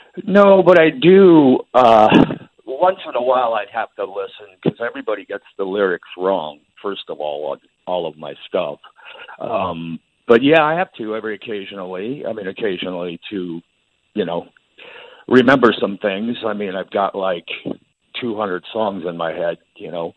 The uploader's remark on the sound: phones